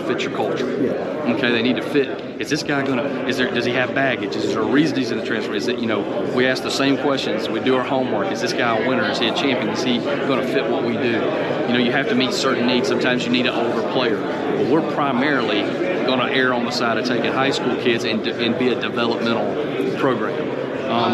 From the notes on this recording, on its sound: live from SoCon Media Day in Asheville, NC.